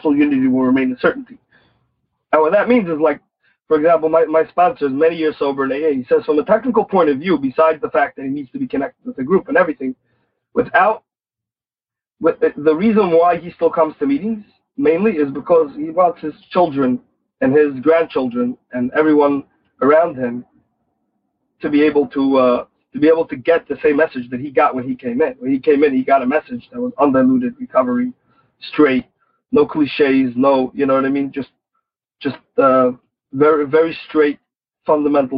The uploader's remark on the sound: Noon Phone Speaker Meeting.